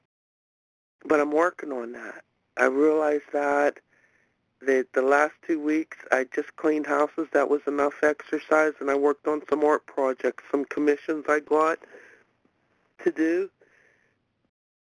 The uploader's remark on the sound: from the 100 Pounders Phone Meeting, 1/5/23